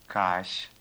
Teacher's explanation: Звук «ш» мягкий, щелевой, согласный, произносится как очень мягкий «ш».